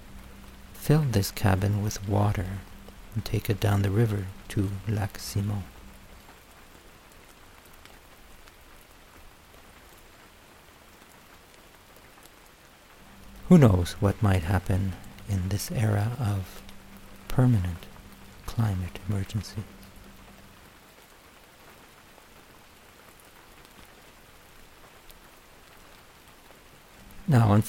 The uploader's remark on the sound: You’re listening to the sound of rain falling in a small cabin by a stream with a bit of distant thunder in the background. In Duhamel, Québec.